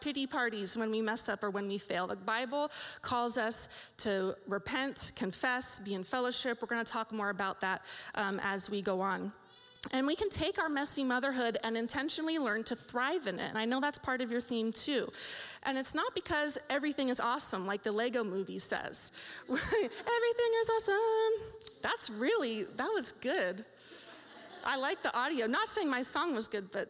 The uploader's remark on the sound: This live audio recording was taped at Cornerstone Community Church’s Mom2Mom group in Wildomar, CA on October 6th, 2016